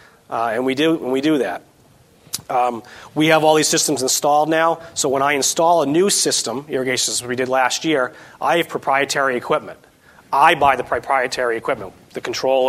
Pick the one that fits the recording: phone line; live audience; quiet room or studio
live audience